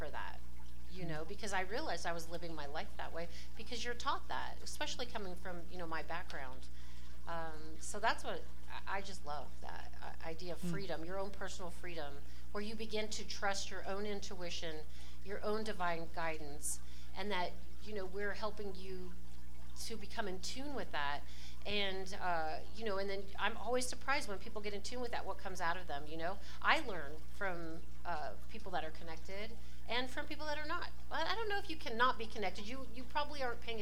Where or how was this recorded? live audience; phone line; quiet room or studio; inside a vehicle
live audience